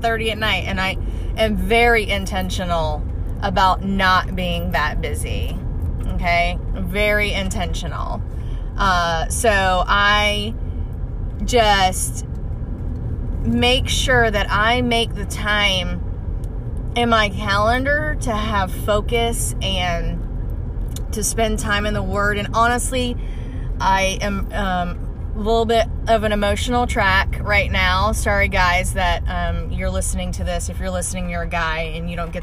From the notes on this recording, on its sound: Car recording 2. I love doing these car recordings.